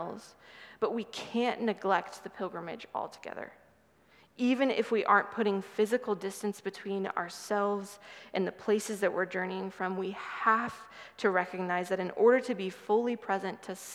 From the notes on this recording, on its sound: Sermon from 6/11/23 preached at Good Shepherd Oak Cliff